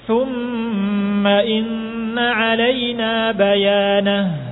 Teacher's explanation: Ha yang ada di akhir masih ada sifat rakhawahnya. Suaranya dialirkan dengan memberikan hamasnya.